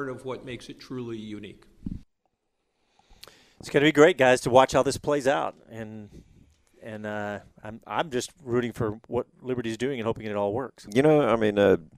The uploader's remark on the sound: Our live post-race show from Circuit of The Americas